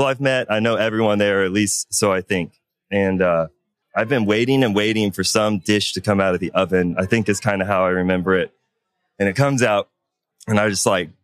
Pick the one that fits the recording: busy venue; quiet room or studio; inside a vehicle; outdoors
busy venue